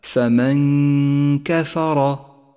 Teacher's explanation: وهي غنة مرققة لأن حرف الكاف مرقق، تلفظ هكذا فمن كفر.